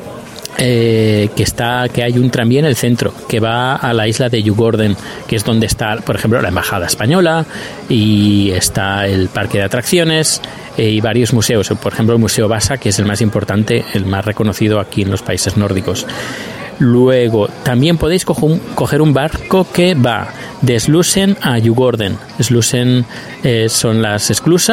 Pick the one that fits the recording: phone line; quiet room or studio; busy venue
busy venue